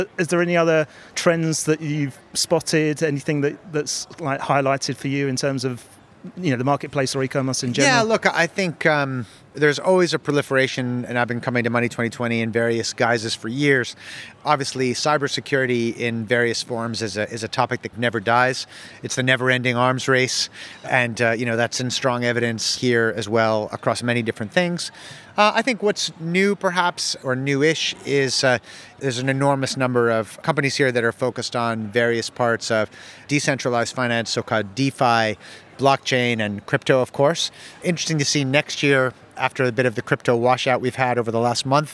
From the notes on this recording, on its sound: The first of two episodes recorded in partnership with Banking Circle Group at Money20/20 Europe, that took place in Amsterdam. We recorded a series of interviews on the Banking Circle booth with a number of the speakers from the conference.